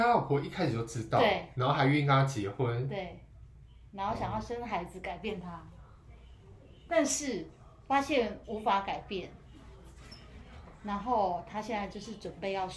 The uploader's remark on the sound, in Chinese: 錄音背景有點雜音，配樂很陽春。